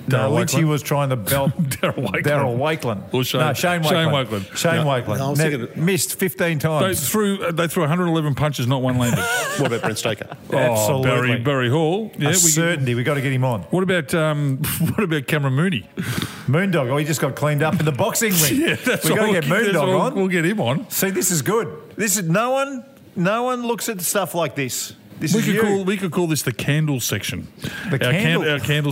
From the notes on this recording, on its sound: Another fun show, today live from the Emerald Hotel - always great when we do the show from a pub. Couple of quiet beers, bit of a chinwag, how good.